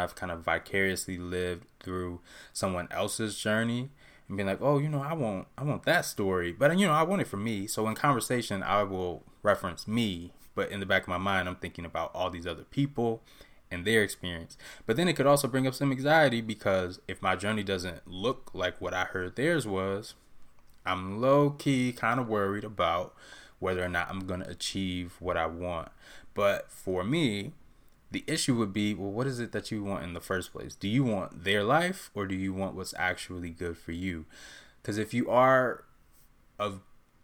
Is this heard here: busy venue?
no